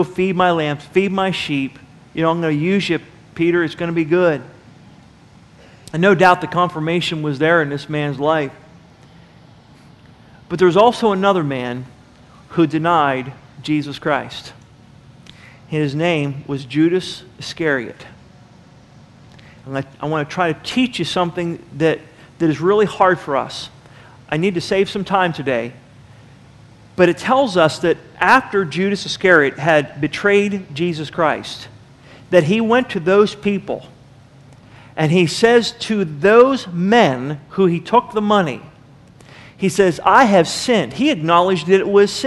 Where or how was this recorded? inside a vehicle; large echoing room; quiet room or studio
large echoing room